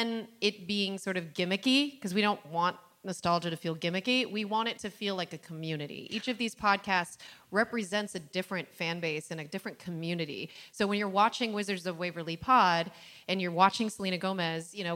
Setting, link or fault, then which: setting, live audience